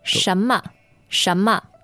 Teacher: shen second tone, me neutral tone